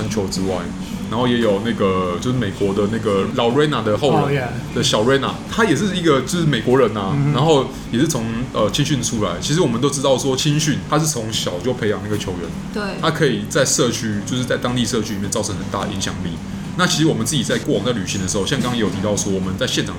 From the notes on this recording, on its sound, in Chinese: 本集白噪音指數：微風級 2/5。錄音地點： 點亮咖啡。